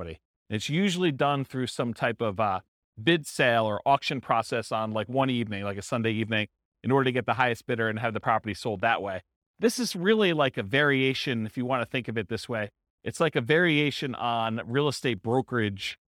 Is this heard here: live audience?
yes